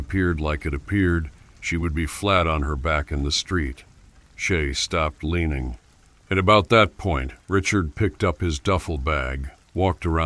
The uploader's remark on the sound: RAIN SOUNDS.